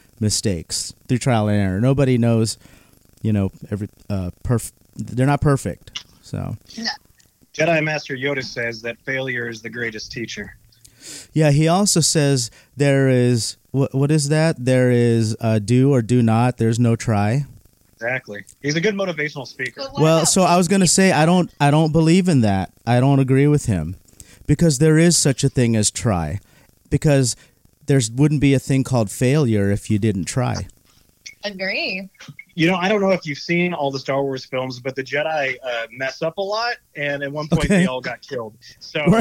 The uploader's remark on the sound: We'll be interviewing our guests by phone from inside the Desert Oasis Room.